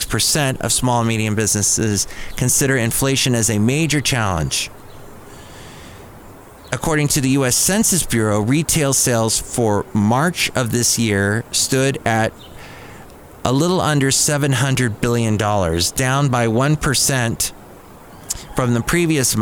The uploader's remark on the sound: podcasts live from Café Anyway